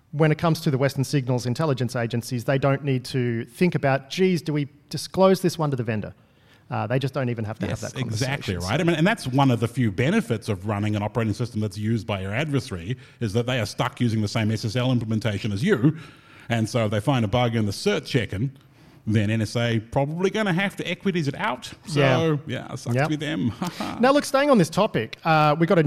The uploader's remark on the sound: In front of a live audience at AISA’s CyberCon in Canberra.